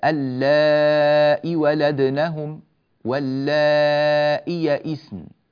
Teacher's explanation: بهمزة مكسورة محققة وليس بعدها ياء